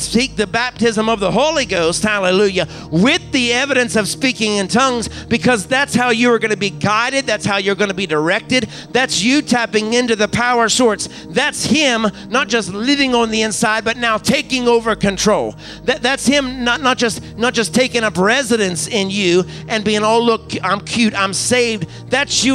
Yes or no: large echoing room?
yes